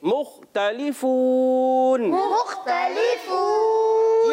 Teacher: یہاں خوا کی ادائیگی کلیئر رکھنی ہے. خوا حلق کے اوپر والے حصے سے ادا ہوتا ہے